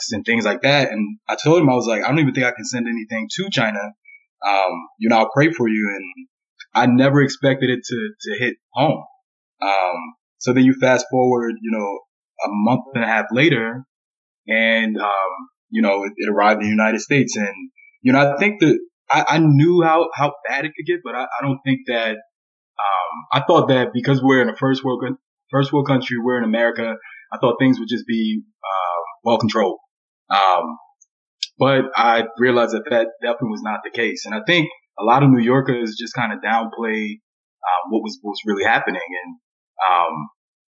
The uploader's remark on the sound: Sorry for the subpar audio quality.